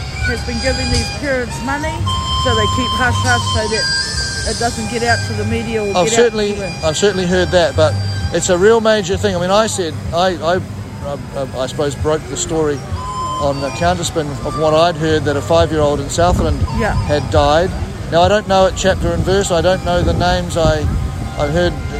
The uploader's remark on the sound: in Wellington, New Zealand on the grounds of Parliament